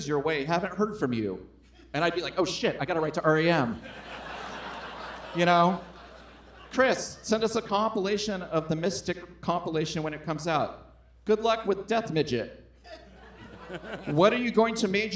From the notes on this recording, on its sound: This week’s episode was recorded in front of live audience on Dec. At Cinema 21 in Portland, Oregon.